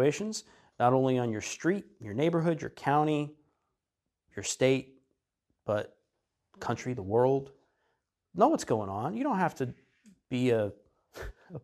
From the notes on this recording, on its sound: This episode is an audio recording of an Educational Seminar I taught.